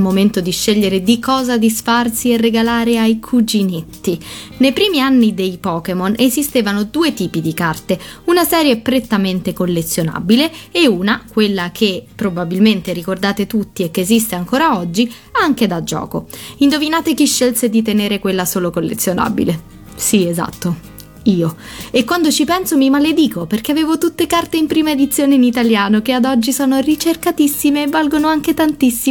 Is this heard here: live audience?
no